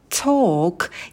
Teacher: «О», «о», «talk», и на «к» добавляем придыхание. Похоже на «ток-шоу» и на «ток».